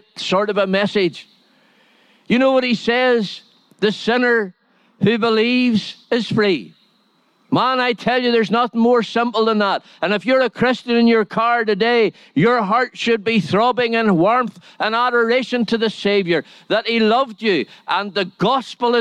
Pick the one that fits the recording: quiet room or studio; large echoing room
large echoing room